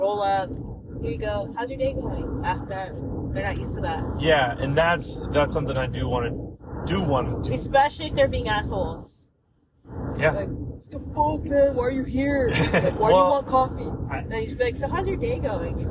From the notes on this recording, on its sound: It’s a road trip podcast with my wife! The sound is meh but work with it cause it’s a good one!